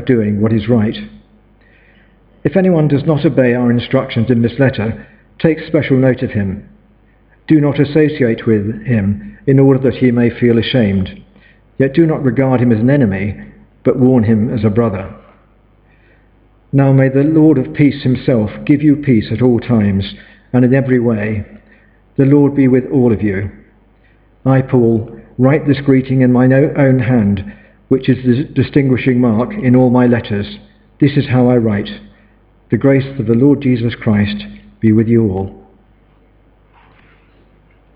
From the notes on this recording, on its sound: Sermon from St David's Church, Morton-in-Marsh, Evening Service